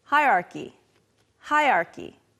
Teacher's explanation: However, most people say something like this, hierarchy, hierarchy. Sometimes the R kind of disappears